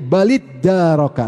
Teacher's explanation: Ta-nya digabung ke dal karena makhrajnya dekat